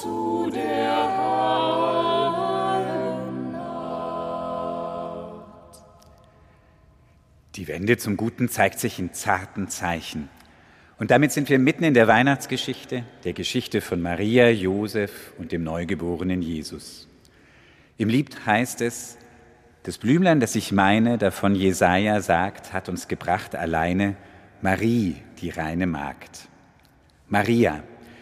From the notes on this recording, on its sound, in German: Am zweiten Weihnachtstag überträgt hr4 live den Gottesdienst aus der evangelischen Heiliggeistkirche in Frankfurt.